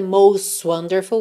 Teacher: O T de most, pintadinho de vermelho, consoante oclusiva. Pode aparecer mais, menos ou nada.